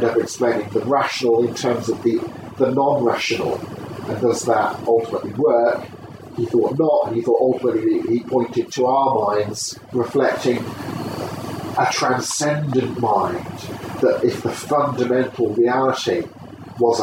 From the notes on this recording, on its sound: I was interviewed on camera. Apologies for the sound quality, this is just off my mp3 recorder going in the background without a mic attached, I've done what I can to clear it up in editing...